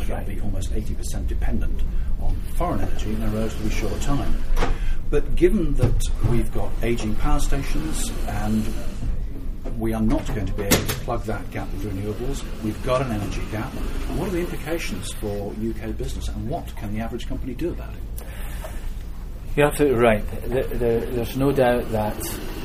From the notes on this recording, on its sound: Apologies for the background noise!